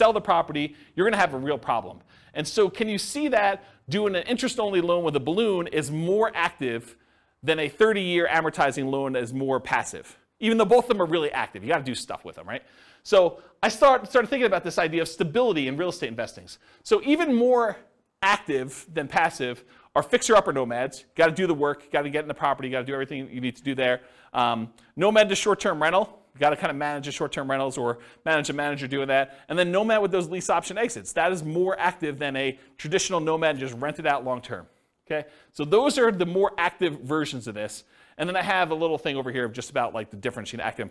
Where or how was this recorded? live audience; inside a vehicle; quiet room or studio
live audience